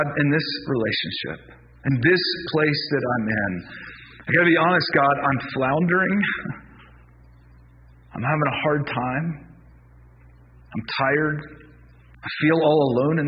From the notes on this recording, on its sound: Please excuse the poor audio quality of this week’s podcast. We’re experiencing some technical difficulties.